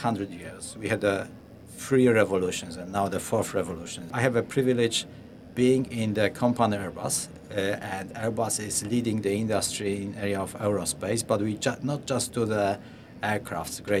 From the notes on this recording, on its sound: Looking Outside comes to you LIVE from the Dubai Future Forum. LIVE from Dubai. Looking Outside comes to you LIVE from the Dubai Future Forum, the largest gathering of futurists in the world.